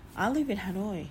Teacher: nhưng in nó rất là nhẹ vì in nó bị nối sang âm từ live